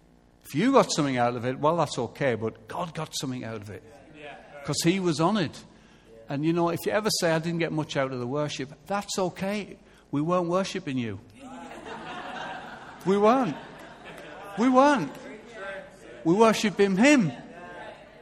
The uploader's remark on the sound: Recorded live at Life Church Lancashire on Sunday 21st September 2014.